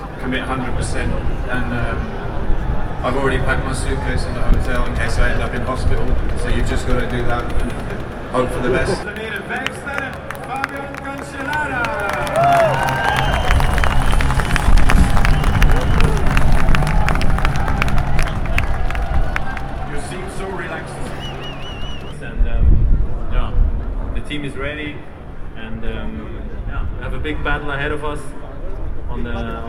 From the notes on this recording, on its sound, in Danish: Hør blandt andet stemningsmættet lyd fra Oude Kwaremont.